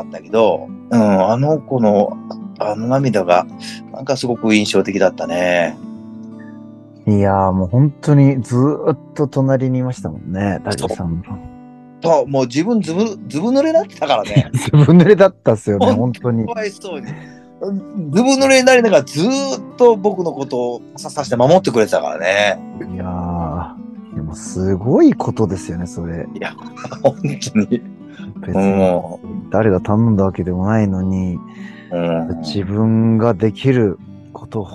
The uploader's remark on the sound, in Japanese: zoom収録のため少し聴き辛いです、ごめんなさい